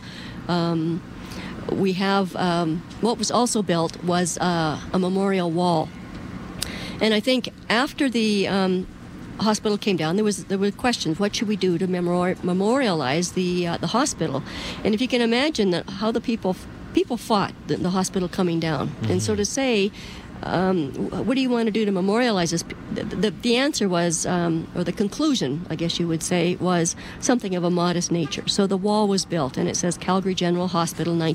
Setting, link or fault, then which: setting, outdoors